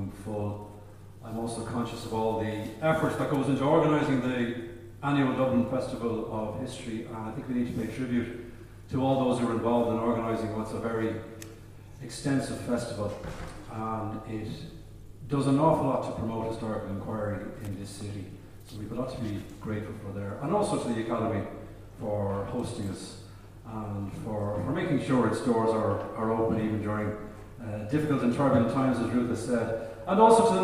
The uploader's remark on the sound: Dublin Festival of History. In the Royal Irish Academy. As this was recorded with a live audience there is some background noise and the sound quality is not perfect.